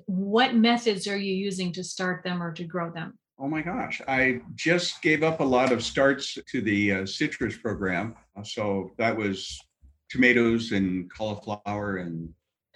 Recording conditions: video call